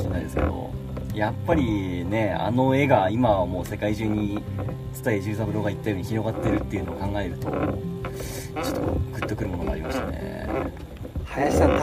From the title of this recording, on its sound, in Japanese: 西湖でカヌーに乗りながらの屋外収録シリーズ